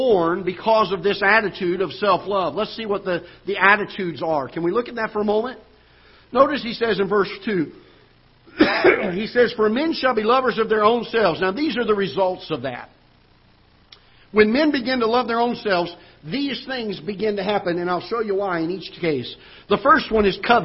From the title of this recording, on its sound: Ketha Heights Baptist Church ~ Live Broadcast